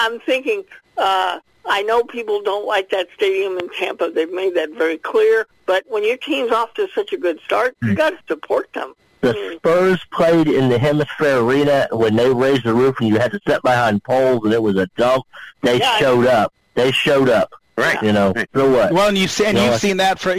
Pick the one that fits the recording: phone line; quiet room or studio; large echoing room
phone line